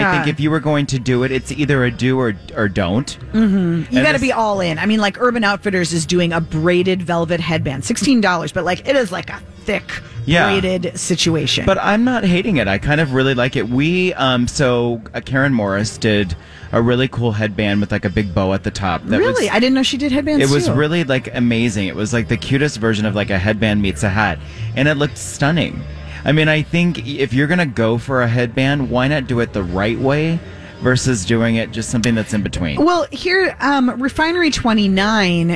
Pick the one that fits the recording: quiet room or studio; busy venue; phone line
busy venue